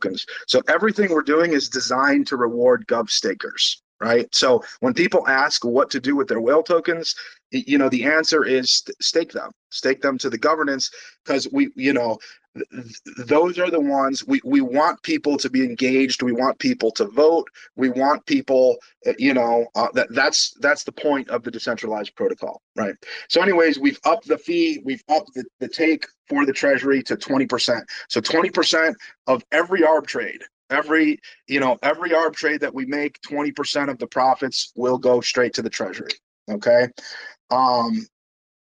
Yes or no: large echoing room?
no